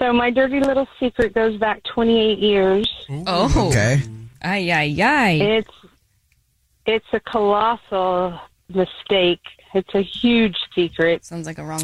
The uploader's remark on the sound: The woman on the phone